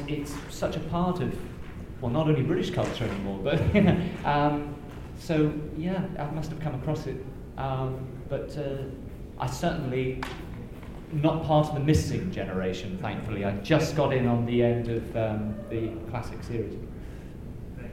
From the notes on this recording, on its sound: Chicago TARDIS 2016. Since this was a con panel there is no five-minute controversy.